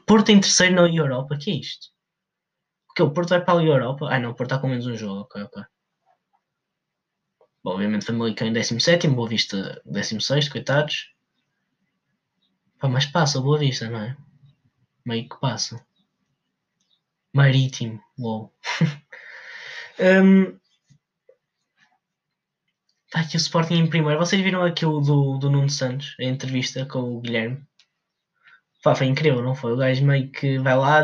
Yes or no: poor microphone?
yes